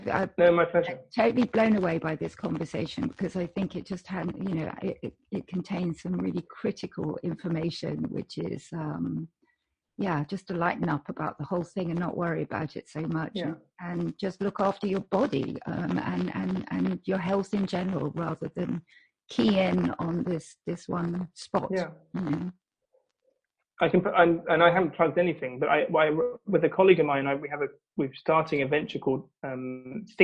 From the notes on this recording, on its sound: We experienced a few technical issues on this episode